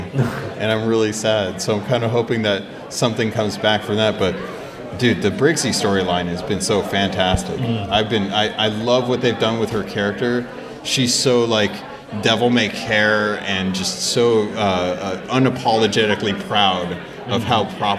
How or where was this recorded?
live audience